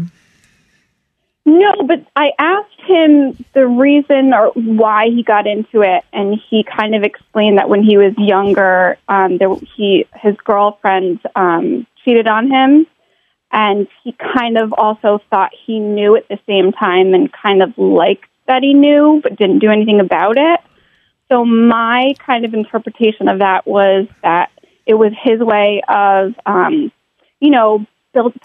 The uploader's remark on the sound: opens up the phone lines and takes calls from listeners